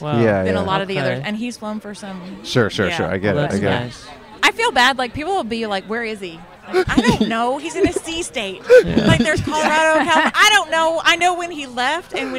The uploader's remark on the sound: Recorded on 7/17/21 at Riverbed Farm in Anaheim, California.